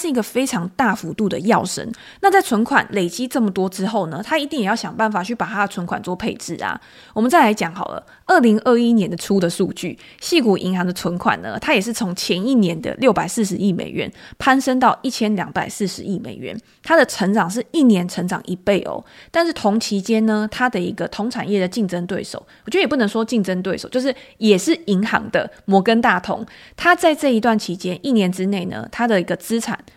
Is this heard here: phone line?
no